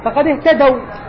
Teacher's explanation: هذه واو لين وليست واو مد لأن ساكن وقبلها فتح